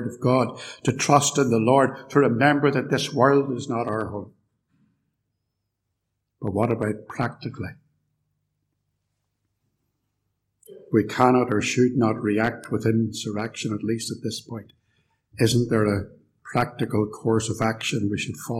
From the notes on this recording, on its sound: A lecture recorded live at Templepatrick Reformed Church and used with their kind permission.